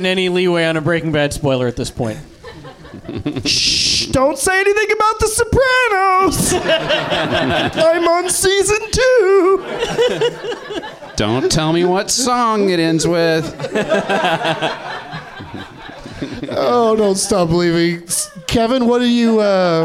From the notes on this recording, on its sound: Live from the NerdMelt Showroom in Los Angeles